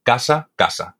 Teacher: la S, la C y la Z se pronuncian igual, se pronuncian como una S · Term: ceseo